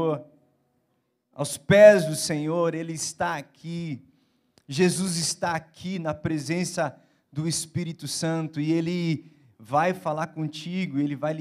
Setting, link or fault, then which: setting, large echoing room